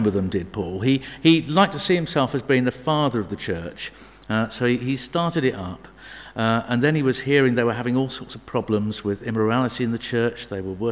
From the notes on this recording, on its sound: Sermon from St David's Moreton-in-Marsh evening services.